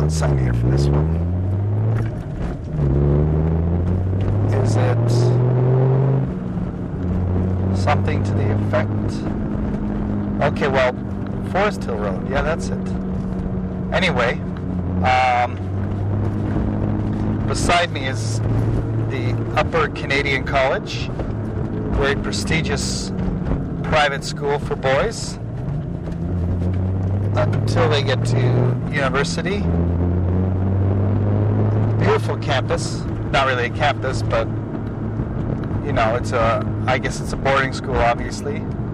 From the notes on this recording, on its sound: Talk and more talk in the car. More stuff around Toronto.